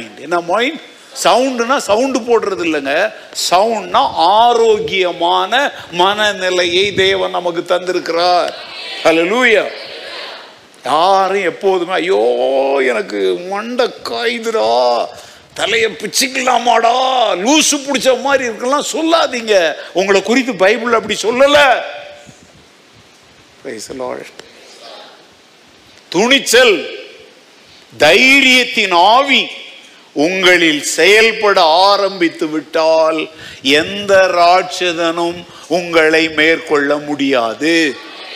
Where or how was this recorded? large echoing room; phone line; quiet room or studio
large echoing room